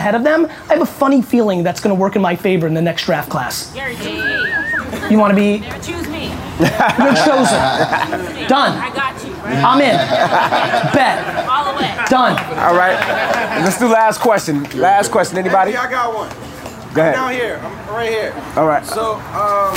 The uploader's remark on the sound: SXSW 2017 Panel